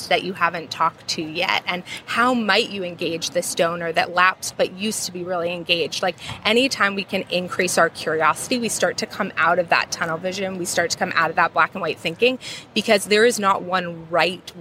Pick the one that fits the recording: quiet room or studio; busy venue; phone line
busy venue